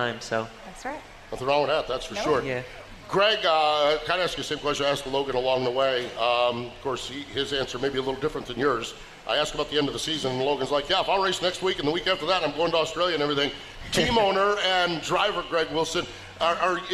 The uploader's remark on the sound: live from the camper appreciation event at The World Finals